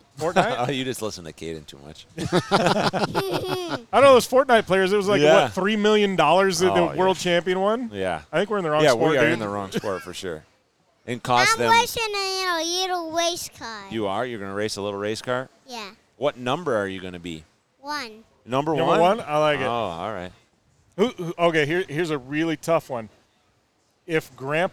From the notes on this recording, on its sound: Live at Fall Crandon races.